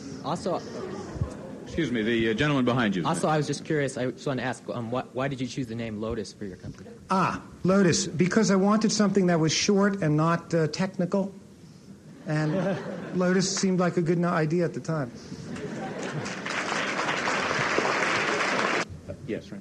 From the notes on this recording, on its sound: In this audio podcast, recorded at the Academy of Achievement's 1985 Summit in Denver, Colorado